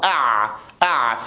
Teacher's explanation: لأن العين تخرج من عند لسان المزمار